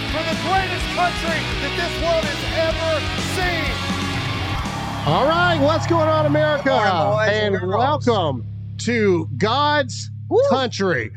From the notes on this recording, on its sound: LIVE FROM DEBATE STAGE. We're LIVE from Tuscaloosa for the 2nd place debates!